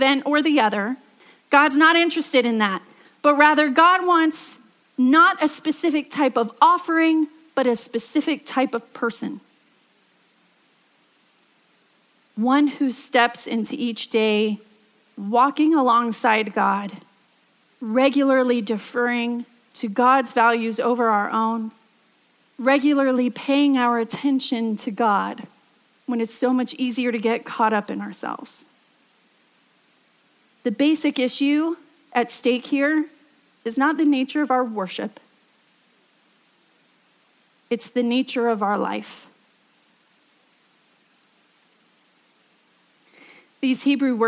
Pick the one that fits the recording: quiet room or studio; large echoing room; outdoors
large echoing room